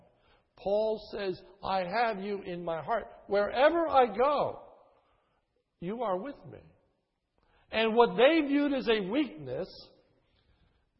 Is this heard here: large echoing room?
yes